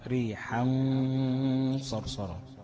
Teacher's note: من الغنه غنه حركتين تكون غنه مفخمه ريحا صرصرا، ما تتخطفش مش ريحا صرصرا لا لازم حركتين ماشي.